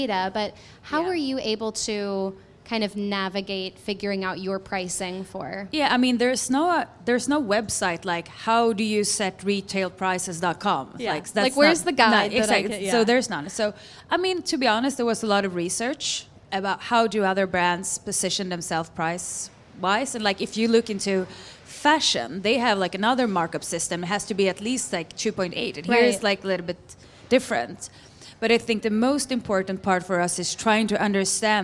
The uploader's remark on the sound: Live From AETA International Trade Show at Dallas Market. Join us for our very first Live Podcast Episode at the AETA International Trade Show!